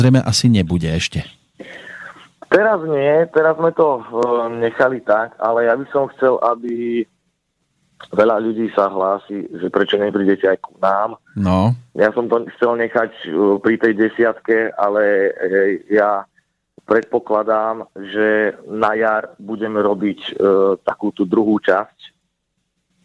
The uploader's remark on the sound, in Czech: telefonický rozhovor